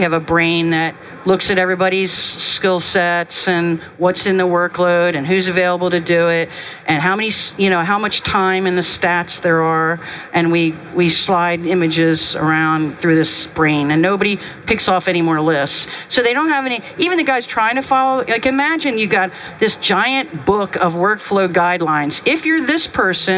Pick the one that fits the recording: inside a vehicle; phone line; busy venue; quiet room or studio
busy venue